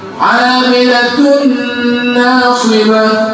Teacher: تنوين بعده نون ادغام بغنة